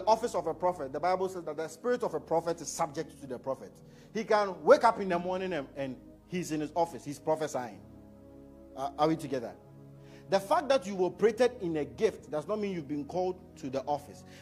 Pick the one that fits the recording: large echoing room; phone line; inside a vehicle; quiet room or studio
large echoing room